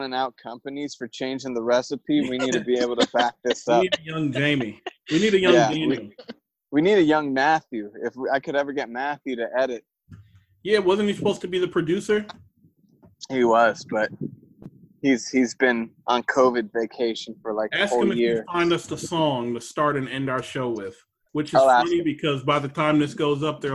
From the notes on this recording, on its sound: It was also recorded completely on the fly and without preparation at all. A lot of audio issues.